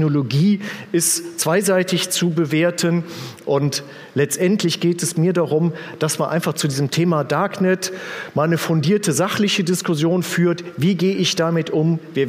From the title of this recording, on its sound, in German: auf dem Magenta Security Kongress 2018